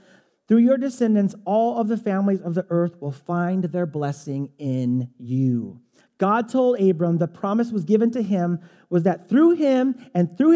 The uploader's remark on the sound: Delivered on 8 October 2017 at Grace Church of La Verne . Delivered on 8 October 2017 at Grace Church of La Verne .